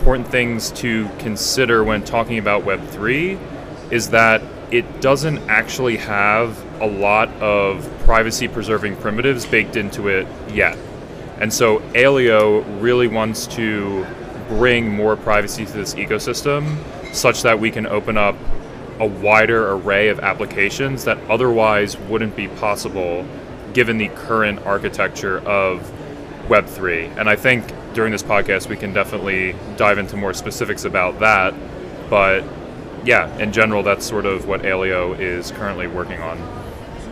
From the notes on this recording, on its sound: LIVE ON THE SHOWFLOOR at VIVA TECH 2022. Unfortunately, this conversation was cut short.